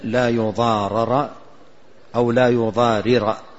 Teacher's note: الراء مدغمة أو مشددة، وهي عبارة عن رائين أدغمت إحداهما في الأخرى · Term: فك الإدغام